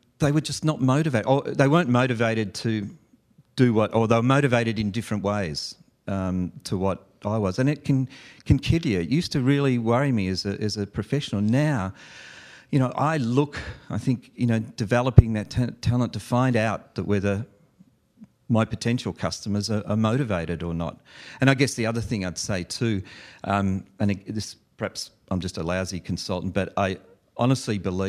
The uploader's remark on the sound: live event coverage of the VeraSage Symposium